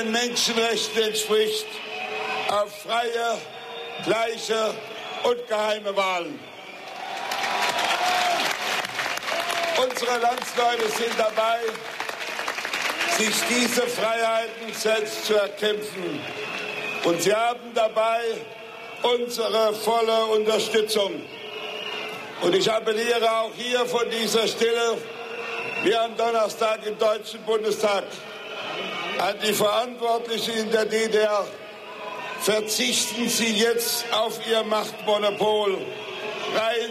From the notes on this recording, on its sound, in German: Großkundgebung vor dem Schöneberger Rathaus nach der Öffnung der Berliner Mauer. Auf der Großkundgebung vor dem Schöneberger Rathaus in West-Berlin.